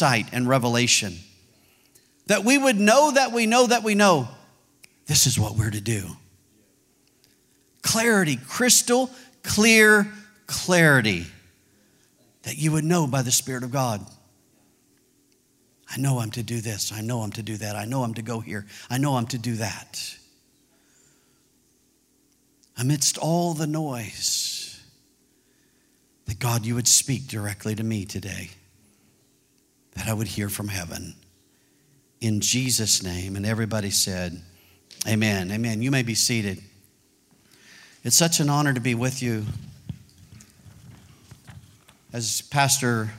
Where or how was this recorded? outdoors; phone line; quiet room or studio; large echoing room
large echoing room